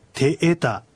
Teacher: はっきりとええと二つの母音を区切って発音するということです